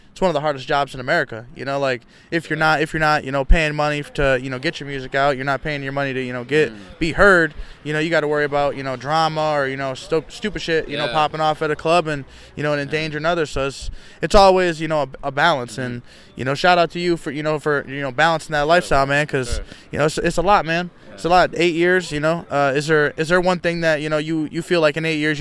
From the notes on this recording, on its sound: Hamilton Ontario artist joins me for a mini talk outside the hotspot restaurant and lounge in Hamilton.